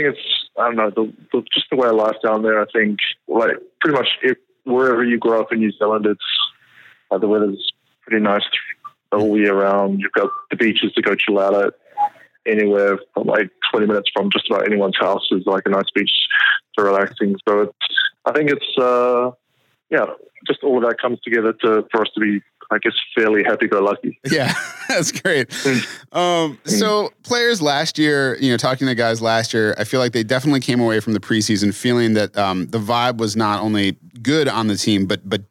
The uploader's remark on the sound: phones in from sunny Florida